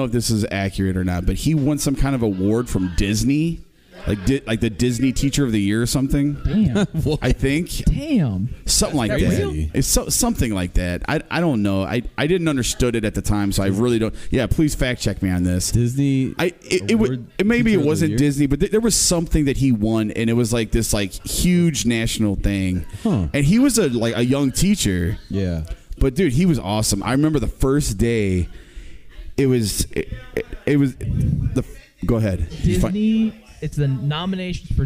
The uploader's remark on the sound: LIVE at the LAN